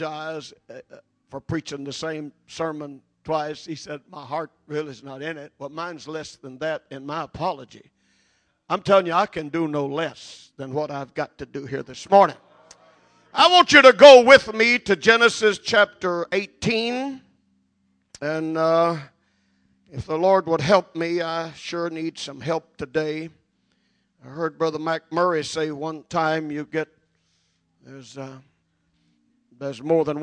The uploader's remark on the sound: At Jeanerette Bible Conference, Calvary Pentecostal Church, Jeanerette, LA.